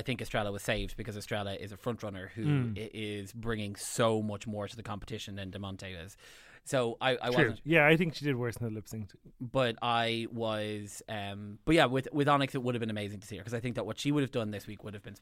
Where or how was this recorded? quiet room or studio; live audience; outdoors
quiet room or studio